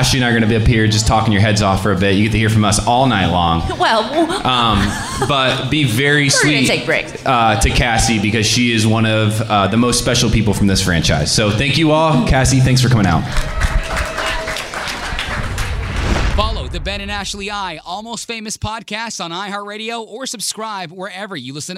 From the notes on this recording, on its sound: live from Audrey's Coffee House and Lounge in Rhode Island